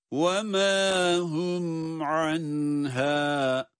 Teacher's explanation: Yani hım mimi ayrı okuyoruz. An derken nunu ayrı okuyoruz. Kendisinden sonrakine hiç dokunmuyor. Onlara katılmıyor. · Term: izhar